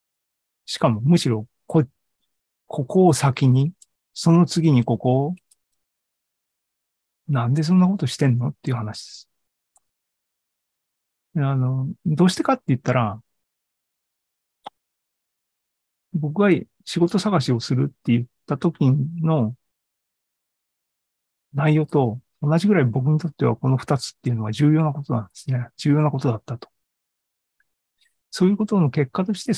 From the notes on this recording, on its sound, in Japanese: AI ポッドキャスト、シーズン４１は２０２３年５月３１日に開催した ZOOMライブの模様です。